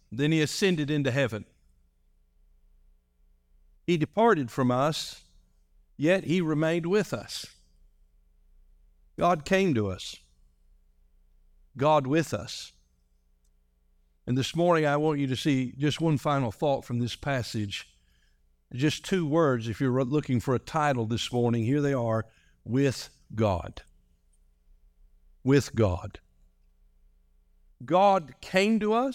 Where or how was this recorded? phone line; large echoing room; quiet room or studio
large echoing room